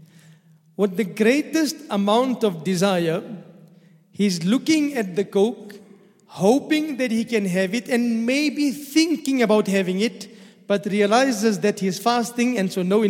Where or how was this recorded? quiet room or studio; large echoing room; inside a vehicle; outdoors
large echoing room